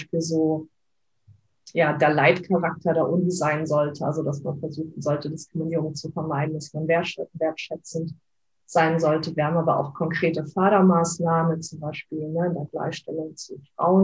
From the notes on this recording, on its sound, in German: Leider ist die Audioqualität nicht so gut.